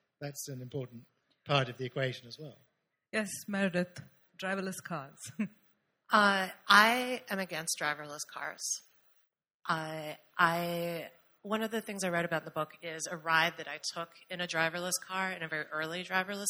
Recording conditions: live audience